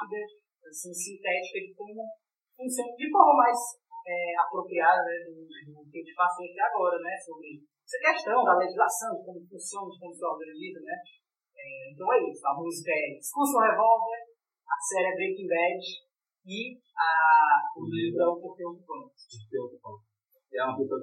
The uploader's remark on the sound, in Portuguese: O áudio está um pouco ruim, devido a tentativa de remover os vários ruídos presentes.